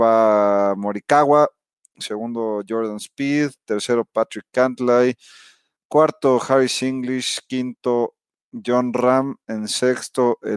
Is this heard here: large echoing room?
no